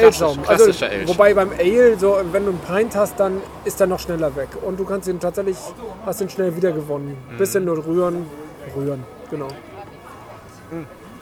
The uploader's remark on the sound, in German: Unterwegs: #BerlinCraftBeerCrawl - Kaschk und Brewdog